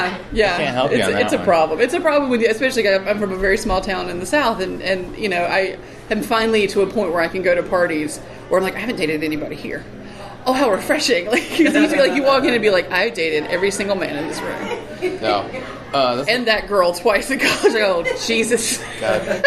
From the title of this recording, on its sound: live from PSCC!